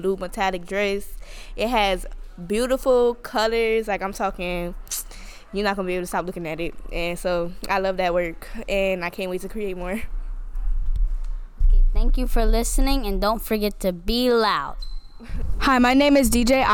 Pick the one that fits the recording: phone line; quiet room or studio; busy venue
busy venue